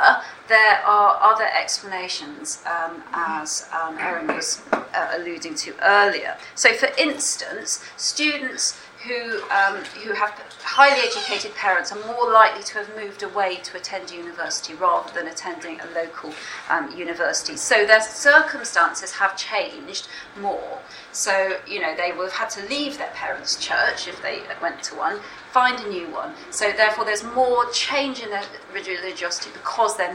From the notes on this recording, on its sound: speaks at the SRHE Access and Widening Participation Network event Religion and Belief in Higher Education